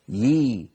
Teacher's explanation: يحيي يي ياءان، الياء الأولى مكسورة والثانية ساكنة مدية يي، لكنهم في الخط كتبوها بياء واحدة اختصارا، اختصارا في الكتابة ليس اختصارا في النطق، فالنطق يبقى كما هو يحيي ويميت، سواء وصلنا أو وقفنا، سواء وصلنا أو وقفنا.